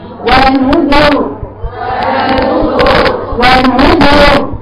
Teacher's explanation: ونذر دي بين التفخيم والترقيق. هي يا مفخم يا مرقق.